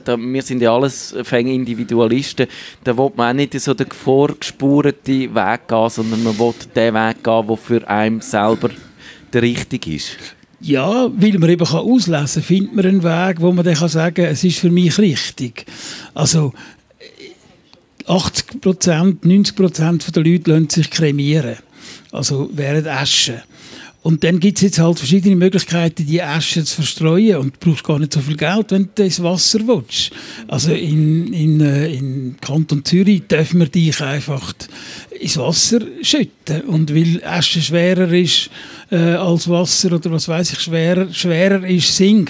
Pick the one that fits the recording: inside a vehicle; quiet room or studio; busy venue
busy venue